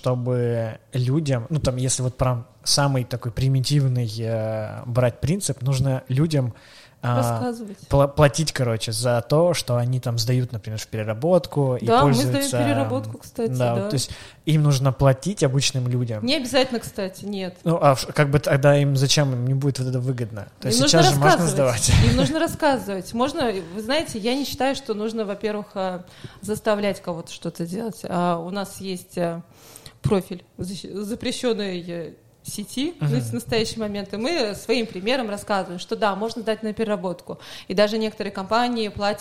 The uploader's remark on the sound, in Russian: 087: Спецвыпуск с выставки Coffee Tea Cacao Expo.